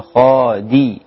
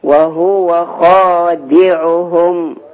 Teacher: لازم كسر الدال يكون كامل · Shown in: second take